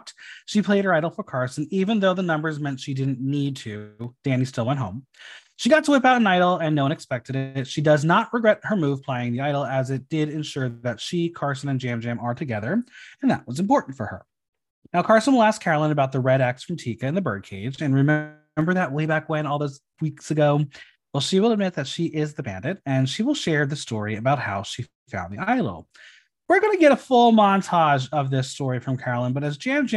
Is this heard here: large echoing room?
no